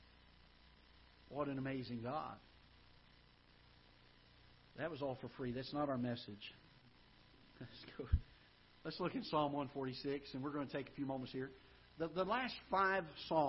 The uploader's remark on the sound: Ketha Heights Baptist Church ~ Live Broadcast